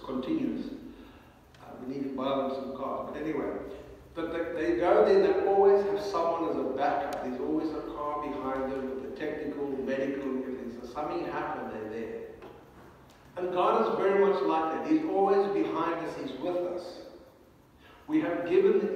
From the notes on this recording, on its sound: Recorded on a mobile, the sound quality may not be as good as on our other podcasts.